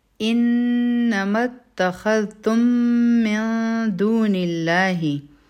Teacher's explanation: من دون الله د نون ساکن نه پس دال راغی، دلته کې اخفا ده، او په لامی جلاله کې به لام جلاله مونږ نری وایو ځکه چې د دې نه مخکې په نون باندې کسره ده